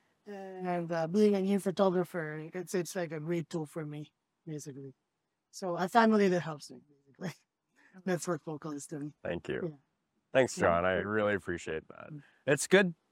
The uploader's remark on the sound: A collection of episodes recorded on the beautiful sunny beaches of Maui.